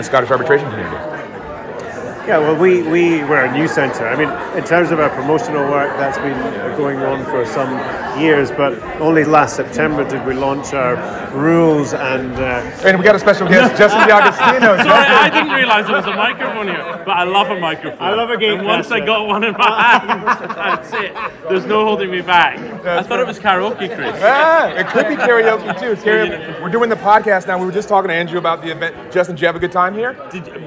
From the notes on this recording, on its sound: This week we take the digital studio on the road to Edinburgh where we caught up with some of the attendees at the Scottish Arbitration Festival. Enjoy this LIVE edition of Disputes Digest!